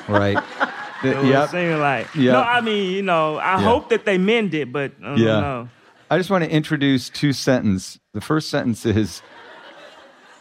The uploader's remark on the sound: Dear Sugars returns to Portland, Oregon, for another epic live show. Answer letters from the audience.